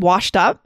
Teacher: I can hear the T because up is my next word.